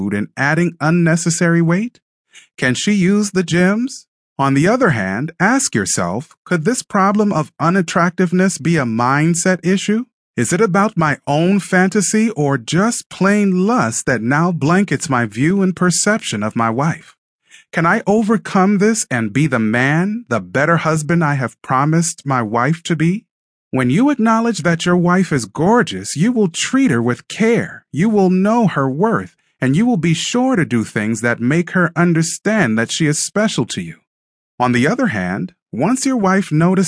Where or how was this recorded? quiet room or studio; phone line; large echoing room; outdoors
quiet room or studio